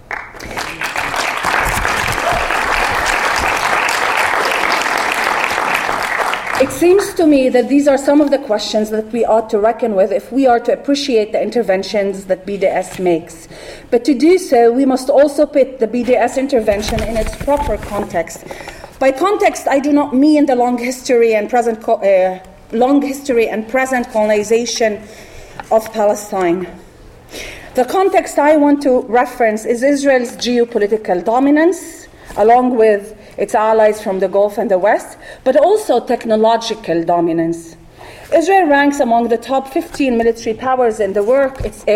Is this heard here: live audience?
yes